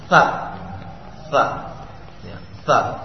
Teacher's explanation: pengucapan sa ujung lidah berada di antara dua gigi depan